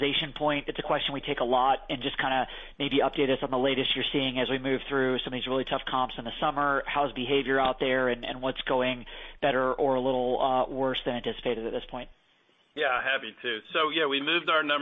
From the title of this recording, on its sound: Q2 2023 Earnings Call